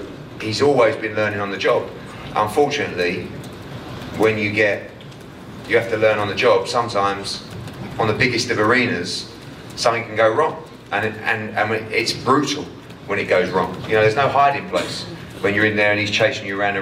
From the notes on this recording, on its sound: Post fight press conference